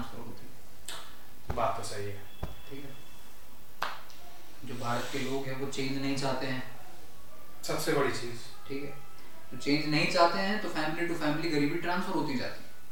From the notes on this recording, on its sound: We are just getting started so the audio quality is not very good.